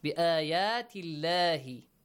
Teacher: Produce the sound of لام in the word Allah with a light sound. Lightly pronounce it.